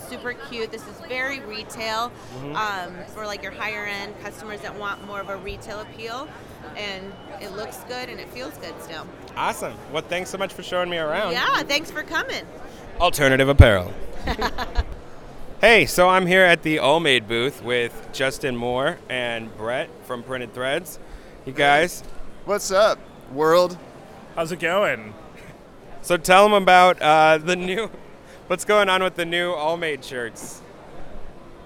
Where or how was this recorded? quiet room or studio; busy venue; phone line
busy venue